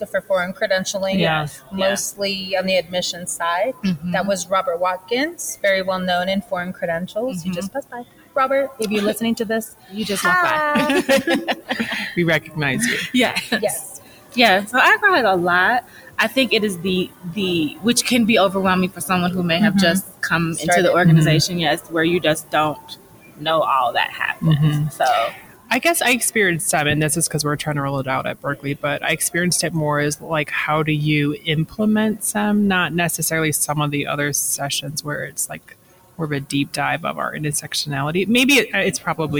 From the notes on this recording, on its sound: took a moment at the AACRAO Annual Meeting to record this cross-podcast conversation.